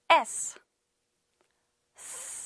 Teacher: 힘을 빼고 이렇게 S라고 소리 내요. 이때 목에 떨림이 없어요.